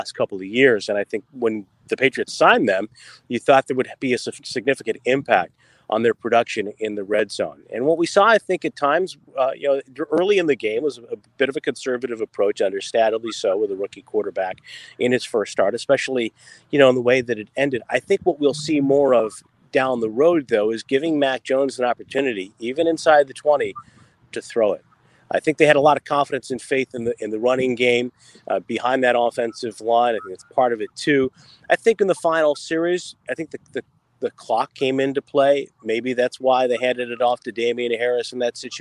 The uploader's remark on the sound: joins us live from a charity golf tournament